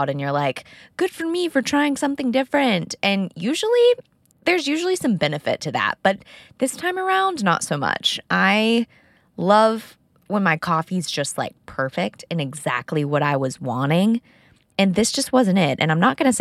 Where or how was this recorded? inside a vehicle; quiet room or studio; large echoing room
inside a vehicle